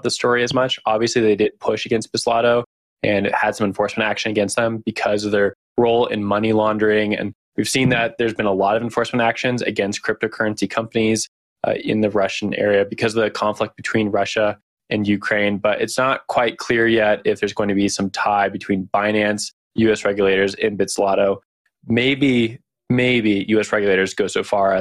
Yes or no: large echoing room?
no